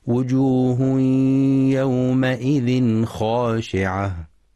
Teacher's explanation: ولإظهار التنوين إظهارا حلقيا في يومئذ خاشعة لوقوع الخاء بعده، مع مراعاة فتح الميم في يومئذ وتفخيم الخاء في خاشعة.